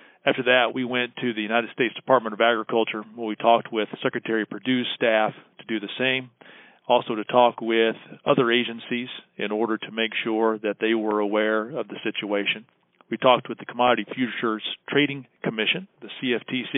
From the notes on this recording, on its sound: This week's Beltway Beef podcast features audio from a Thursday night conference call that NCBA hosted for members.